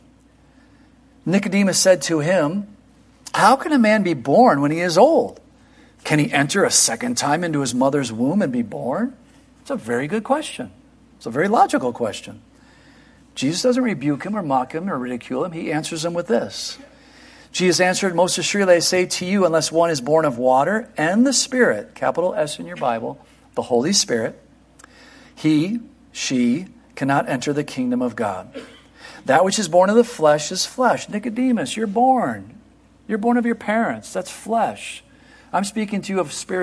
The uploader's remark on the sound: Christmas Eve Morning Service 2023